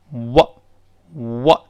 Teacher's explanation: 这个 W，首先注意，它这个辅音呢，是双唇碰撞之后要分开发